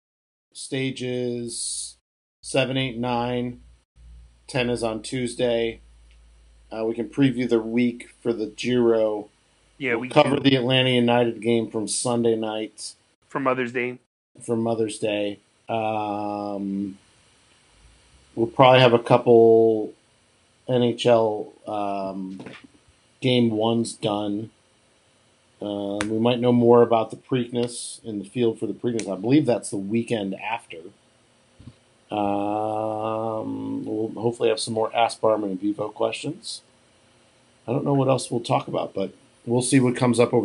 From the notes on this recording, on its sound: record from differnet locations over Facetime.